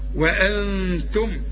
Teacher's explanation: النون اخفيها ما تستعملش فيها لسانك